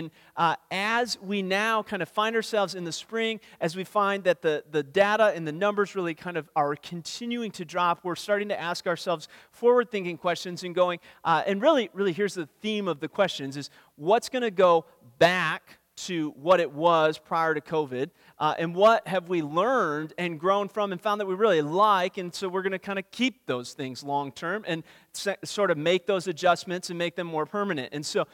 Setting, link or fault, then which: setting, large echoing room